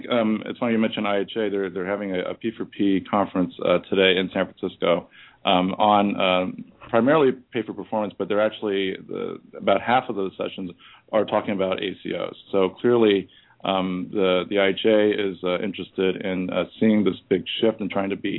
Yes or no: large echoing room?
no